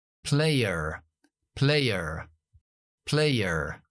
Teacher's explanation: Nosotros no pronunciamos las "-r", después de las vocales. Si yo fuera estadounidense, metería una R después de la última schwa.